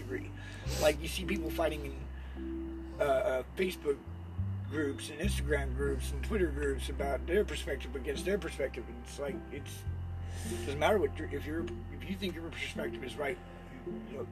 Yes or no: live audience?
no